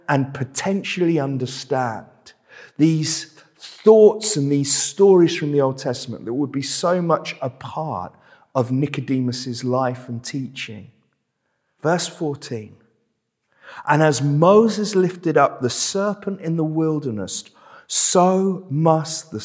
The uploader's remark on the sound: This sermon was preached at Welcome Baptist Church on Sunday 30th October 2022.